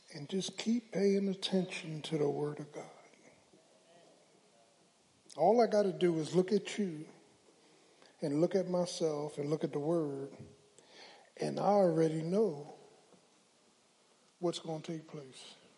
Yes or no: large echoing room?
yes